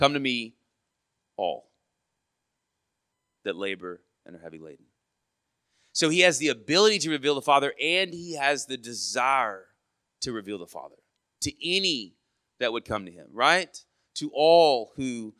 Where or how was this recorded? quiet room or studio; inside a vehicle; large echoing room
large echoing room